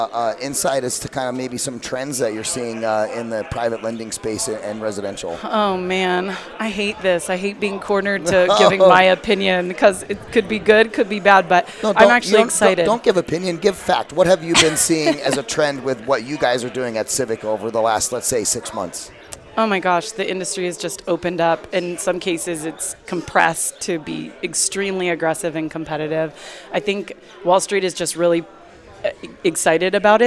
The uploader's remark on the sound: VoiceAmerica Live Broadcast From Scottsdale Arizona! A one day event for real estate professionals with Live Interviews on Site with Exceptional Speakers, Attendees, Sponsors, and Hard Money Lending Experts .